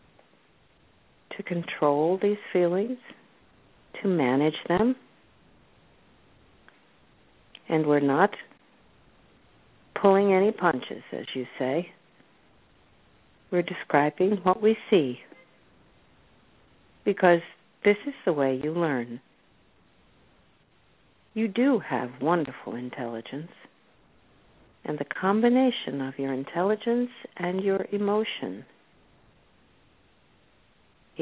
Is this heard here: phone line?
yes